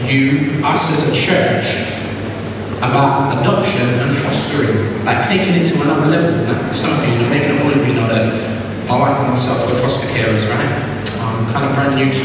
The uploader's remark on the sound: We apologise for the reduced quality of this weeks recording, due to adverse circumstances beyond our control.